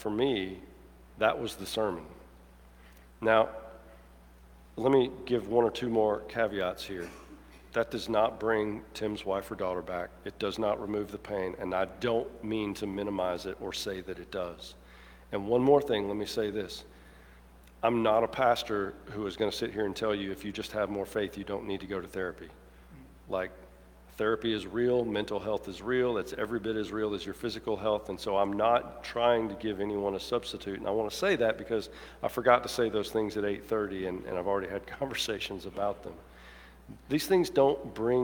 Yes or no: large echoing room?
yes